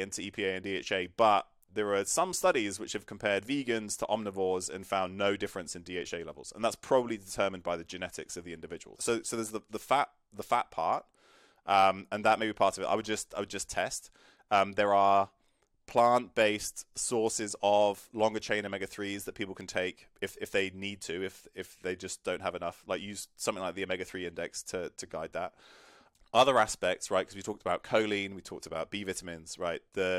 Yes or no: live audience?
no